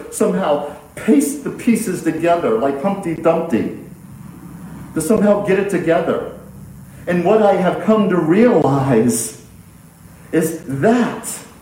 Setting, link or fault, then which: setting, large echoing room